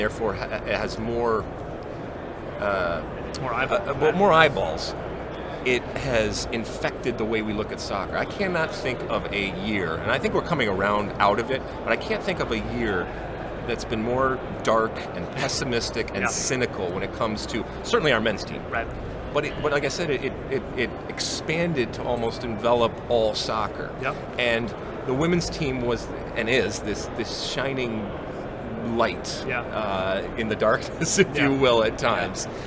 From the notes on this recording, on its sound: Live from the 2019 USC Convention.